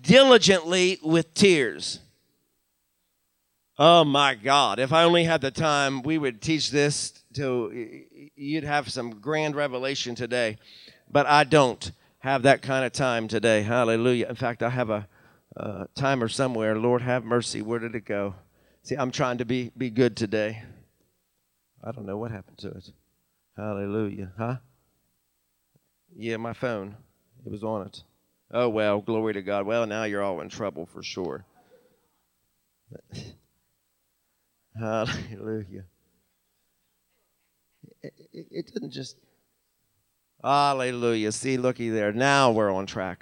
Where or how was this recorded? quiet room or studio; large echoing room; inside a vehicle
large echoing room